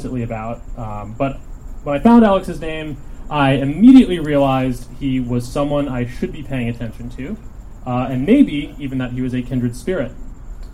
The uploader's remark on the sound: Recorded at Stories Bookstore in Echo Park